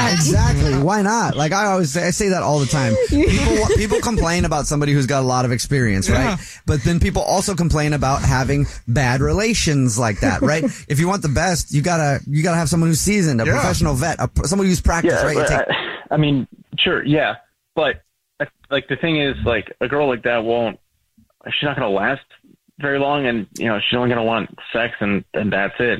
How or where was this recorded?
phone line